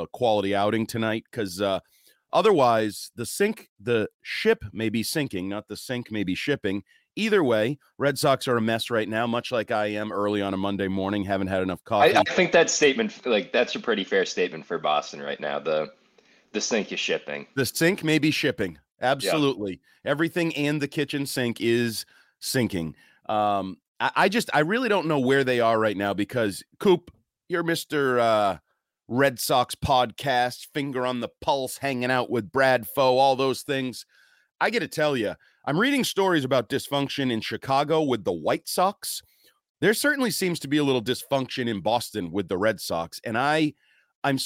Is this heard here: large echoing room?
no